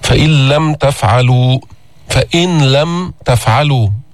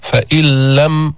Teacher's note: فإذا لفظنا الحرف الثاني مشددا، النون دخلت في اللام، لم يبقى من صفة النون شيء · Term: إدغام